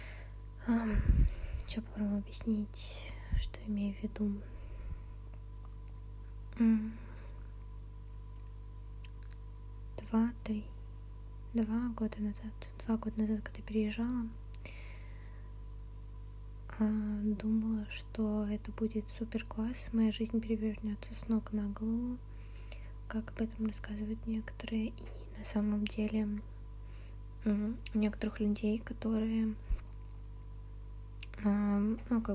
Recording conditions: uneven or low level